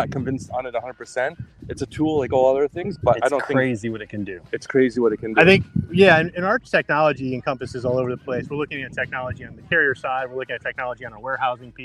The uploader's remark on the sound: Standing Out LIVE from the Golf Course